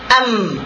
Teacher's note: Berhenti suara kita di mana? Di dua bibir, pertemuan dua bibir kita · Term: huruf mim